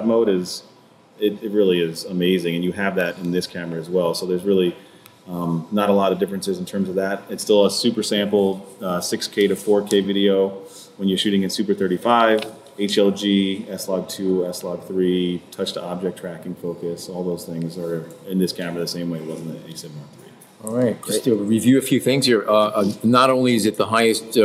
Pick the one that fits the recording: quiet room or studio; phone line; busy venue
busy venue